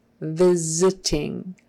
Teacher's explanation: So visiting, the V is voiced, and therefore we're going to voice this S and turn it into a Z sound.